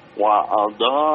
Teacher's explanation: Wa'a-nya panjang, dua harokat